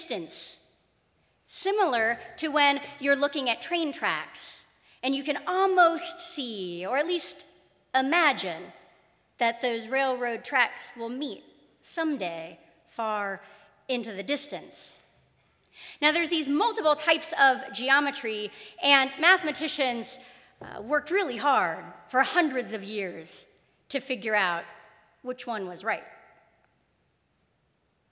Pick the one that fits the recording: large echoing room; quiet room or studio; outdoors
large echoing room